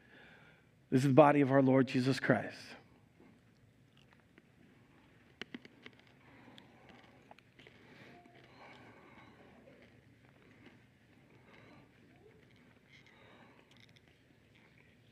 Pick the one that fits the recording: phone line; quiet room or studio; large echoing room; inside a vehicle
large echoing room